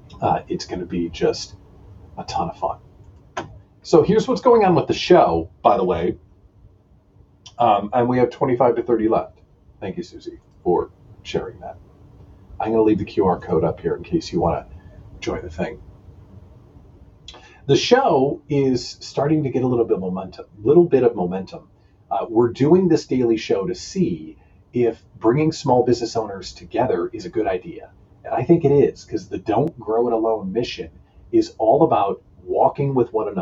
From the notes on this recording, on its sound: (And, yes, my microphone malfunctioned, sorry for the terrible audio.)